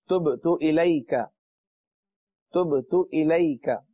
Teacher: تبت با پر قلقلہ ہے اس لیے آواز لوٹ رہی ہے